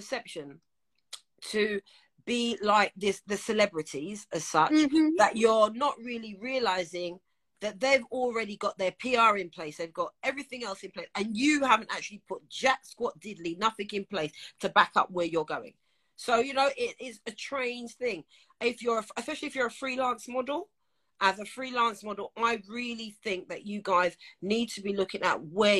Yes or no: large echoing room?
no